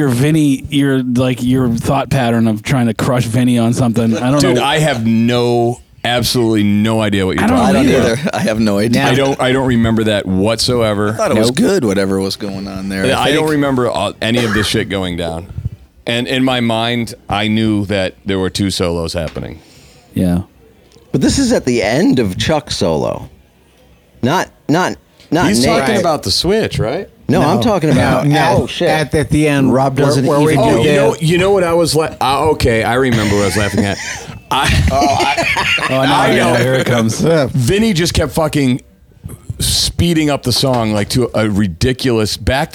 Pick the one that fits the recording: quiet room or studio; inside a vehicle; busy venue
busy venue